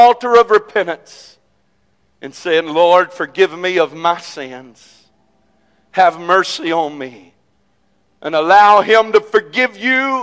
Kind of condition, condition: setting, large echoing room